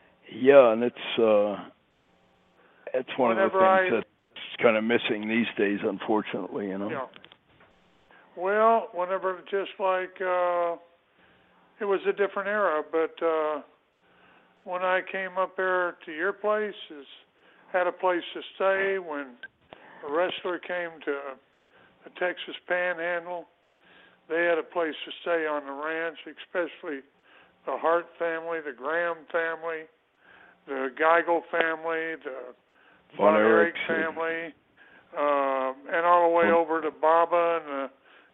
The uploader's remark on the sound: scheduled to call in and tell their tales